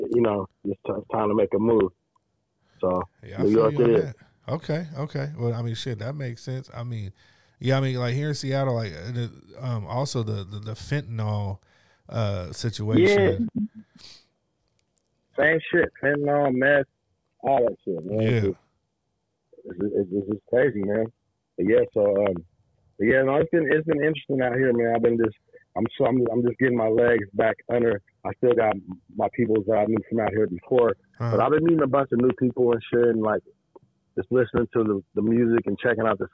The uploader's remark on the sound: we get on the phone long distance to NYC